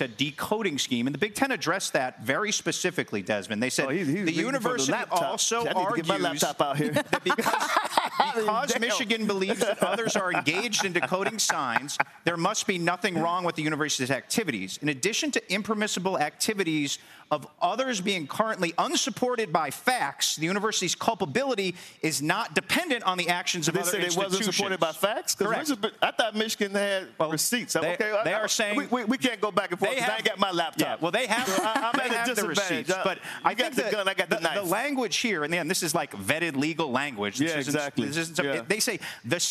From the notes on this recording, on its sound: Live from the University of Georgia as they get ready for their matchup against Ole Miss.